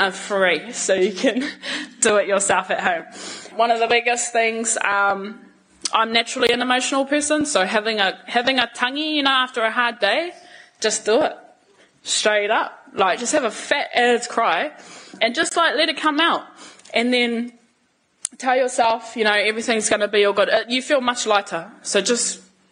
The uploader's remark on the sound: Took the stage at our Real Talk Mō Ngā Rangatahi event in Tāmaki Makaurau, sharing on stage for the first time.